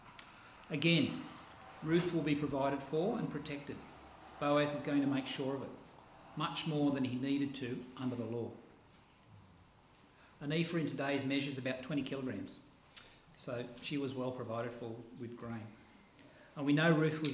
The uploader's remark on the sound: This sermon was preached on the 6th pf August at all services at Helensburgh and Stanwell Park Anglican church.